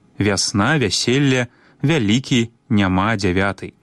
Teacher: Гук А і гук Э з адценнем А. Пры літаратурным вымаўленні ў першым складзе перад націскам пасля мяккага зычнага маем выразны, добра праяўлены гук А.